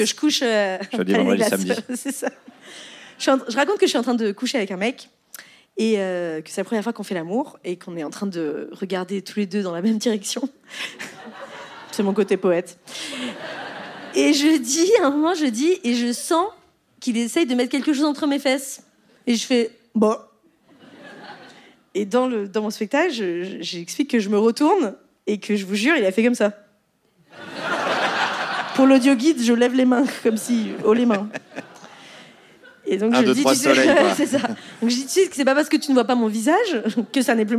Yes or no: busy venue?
yes